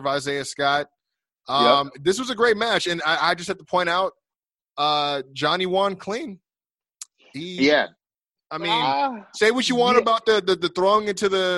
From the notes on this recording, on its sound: Via Zoom.